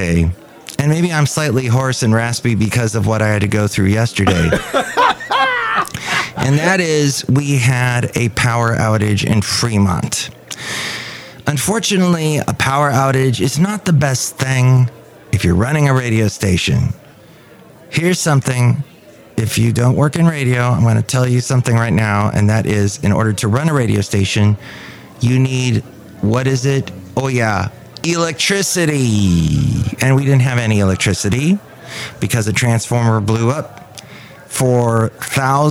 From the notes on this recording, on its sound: Podcasts live from Café Anyway.